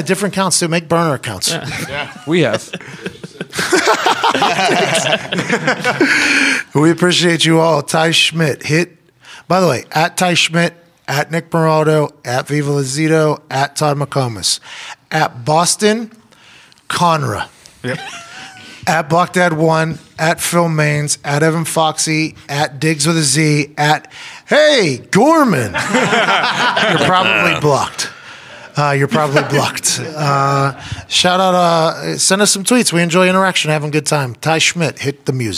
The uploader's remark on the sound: from a conference room inside of the hotel in Atlanta and opens up the floor for some questions